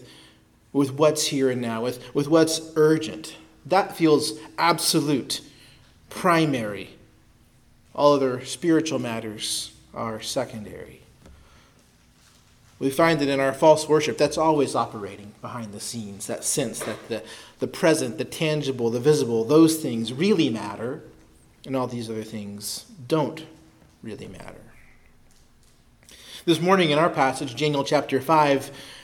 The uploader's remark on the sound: preached at Christ Our Savior Baptist Church on Sunday, April 30, 2023